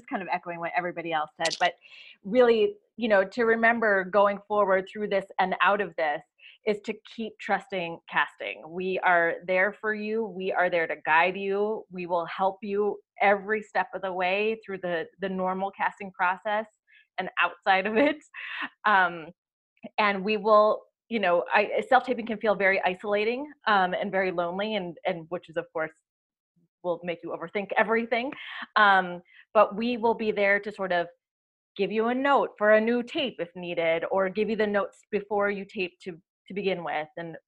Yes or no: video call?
yes